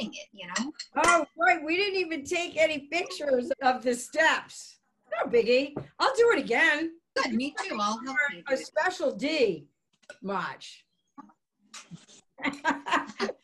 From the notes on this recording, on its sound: We were socially distanced doing this lesson via zoom.